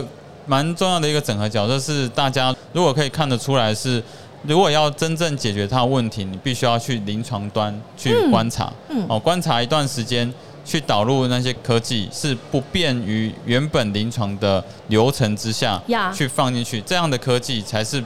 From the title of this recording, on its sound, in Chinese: 2022 Medical Taiwan台灣國際醫療暨健康照護展 -Live Podcast